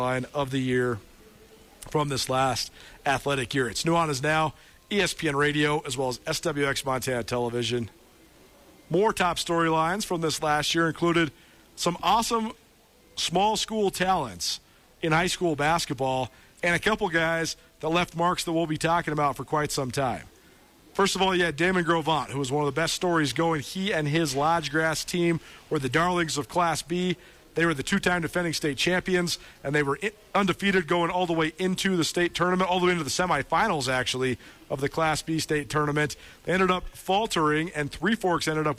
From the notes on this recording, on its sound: live from Gray Wolf Peak Casino